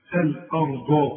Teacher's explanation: والراء هي المفخمة مع الضاد برضه مفخمة